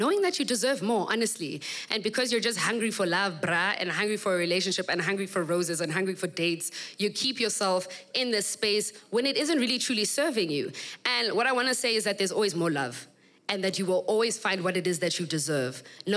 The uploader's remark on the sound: We kick off season 3 with the first episode recorded at my live podcasting event; The Assembly.